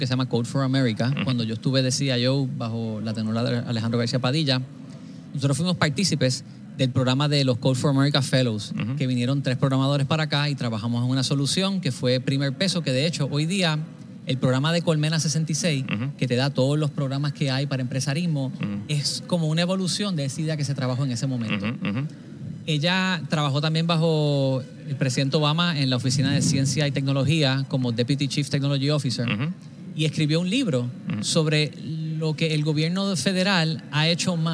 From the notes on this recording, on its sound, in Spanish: EN VIVO desde el Data & Innovation Symposium en el Centro de Convenciones de Puerto Rico.